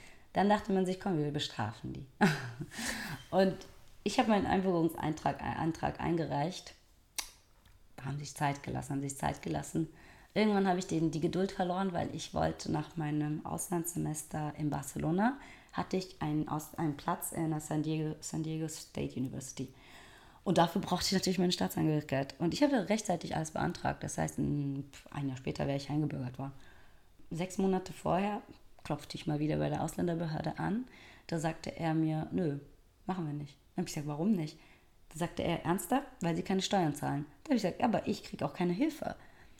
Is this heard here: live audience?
no